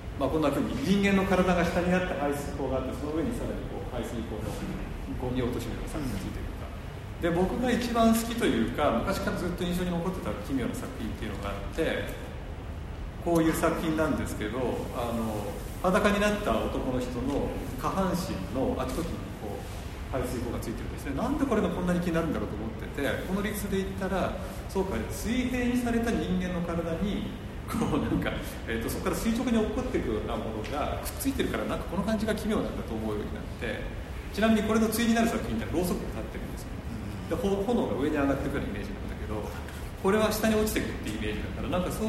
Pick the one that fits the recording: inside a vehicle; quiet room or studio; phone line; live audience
live audience